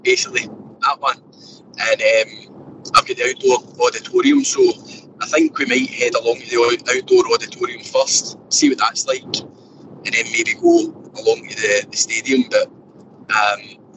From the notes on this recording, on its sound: Stuck in the office. Joins from the car on the way to Leeds. Sunning himself in Portugal!